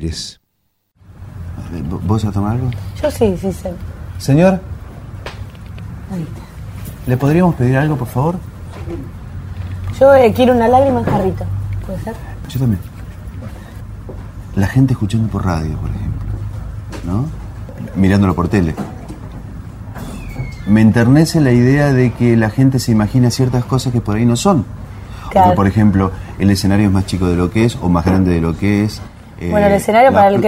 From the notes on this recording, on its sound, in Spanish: realizada en un bar de Buenos Aires